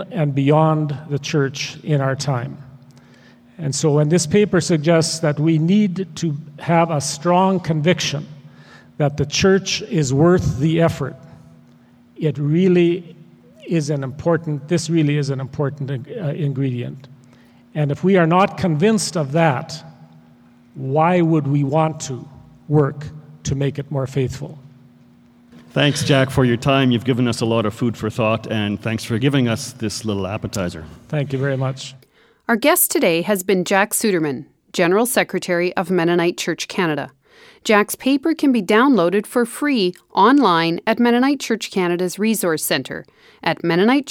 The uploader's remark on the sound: This episode was recorded live at the 2009 Mennonite Church Canada Assembly in Saskatoon, Sask.